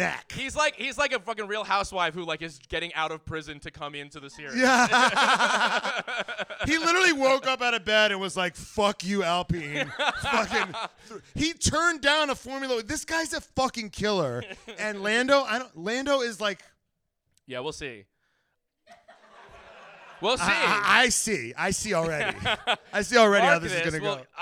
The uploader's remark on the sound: USGP RACE RECAP: LIVE IN AUSTIN!!! LIVE SHOW AUDIO ALERT. This episode was taped at our LIVE SHOW in Austin!!!